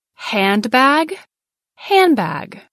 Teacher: The sound becomes m, a combination of a nasal sound and the labial sound. The d sound is then dropped.